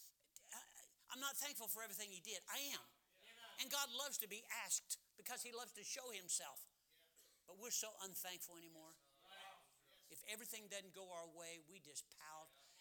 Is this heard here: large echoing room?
yes